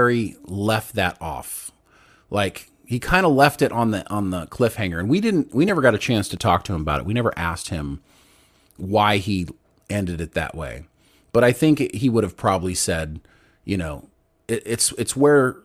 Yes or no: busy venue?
no